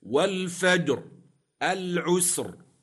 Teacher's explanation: الراء ساكنة في كليهما لأجل الوقف وقبلها ساكن صحيح، وقبل الساكن فتح أو ضم تفخم